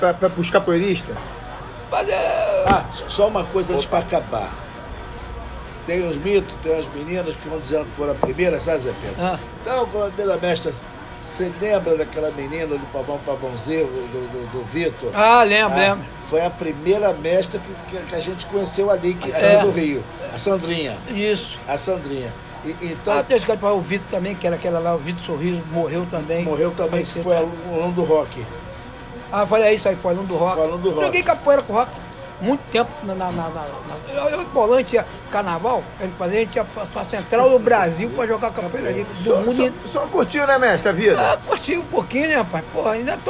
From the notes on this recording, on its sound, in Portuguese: Gravação feita em um botequim no subúrbio do Rj.